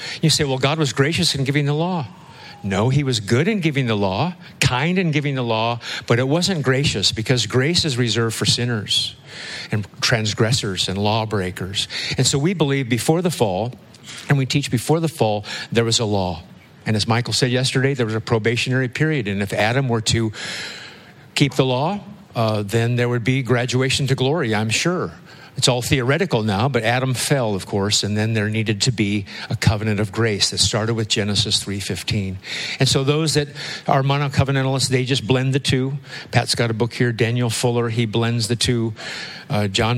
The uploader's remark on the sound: This week’s episode is from the 2023 Pactum Conference. This is a Q&A session with speakers.